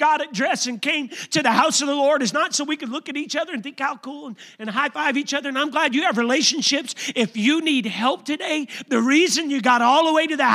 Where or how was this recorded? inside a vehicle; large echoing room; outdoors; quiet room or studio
large echoing room